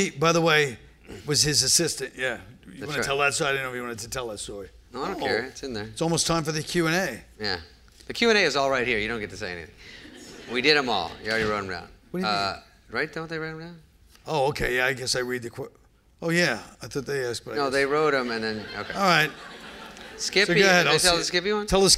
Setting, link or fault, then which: setting, live audience